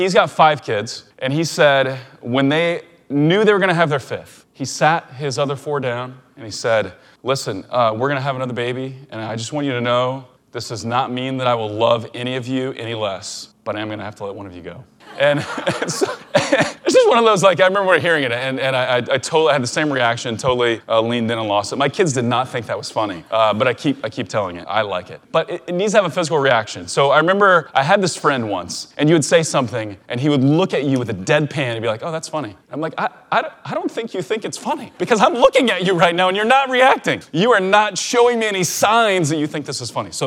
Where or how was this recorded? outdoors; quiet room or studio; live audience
live audience